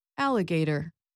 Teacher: It has four syllables. The primary stress is on the first syllable, but the third syllable does have a softer secondary stress.